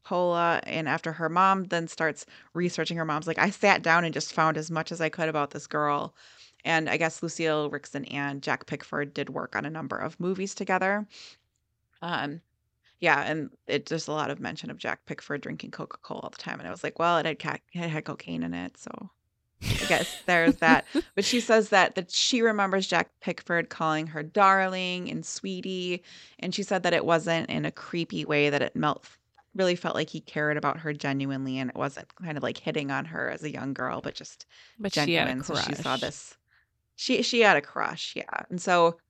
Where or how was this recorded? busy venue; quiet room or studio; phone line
quiet room or studio